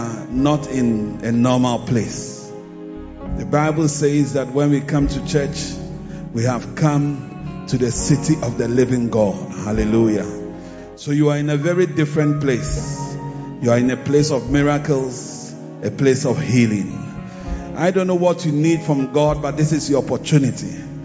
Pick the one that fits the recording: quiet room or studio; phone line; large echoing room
large echoing room